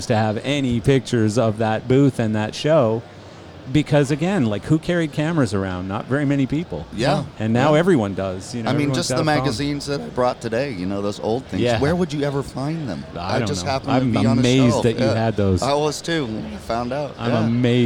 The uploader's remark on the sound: This episode was recorded live on Martin's booth at LDI 2019!